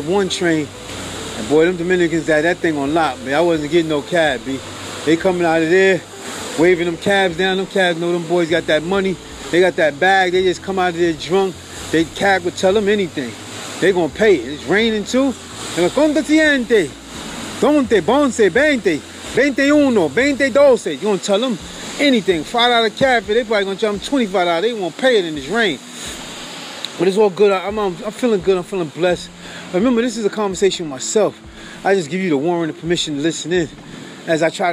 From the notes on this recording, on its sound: walks 3 miles in his own shoes while recording in the rain